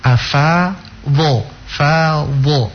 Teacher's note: Fa huruf tipis istifal, sementara huruf dha'd bukan saja isti'ala tapi juga itbaq. Ya, jadi tebal sekali untuk huruf dha'd.